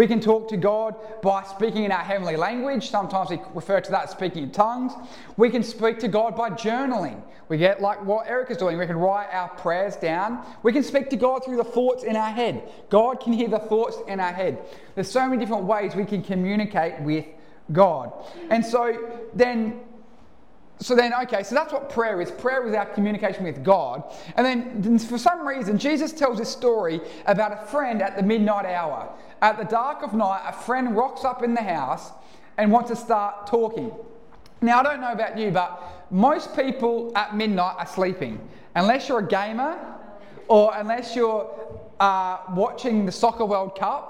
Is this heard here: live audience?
yes